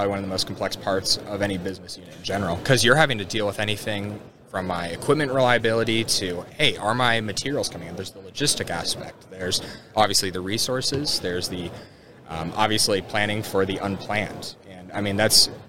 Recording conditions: busy venue